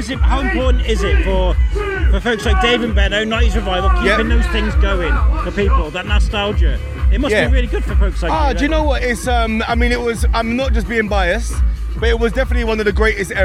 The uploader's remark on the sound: Today's episode was recorded at West Mids Showground for the Bonfire and Fireworks Bonanza hosted by The 90's Revival.